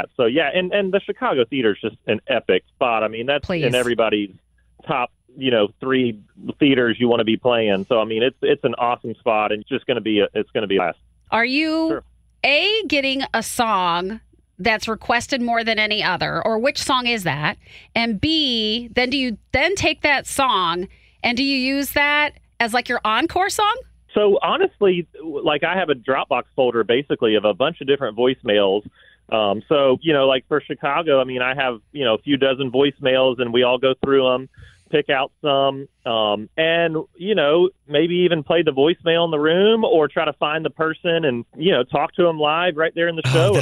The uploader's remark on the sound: Called. Even got interview bombed.